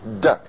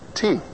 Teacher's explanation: And the difference is how much voice you're giving to it. When you have the voice to it, it's a D, D. When you don't, it's a T, T